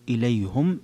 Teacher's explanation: إليهم قرأ الجمهور إليهم بهذه اللفظة، أما حمزة ويعقوب فقط فقرأ إليهم بضم الهاء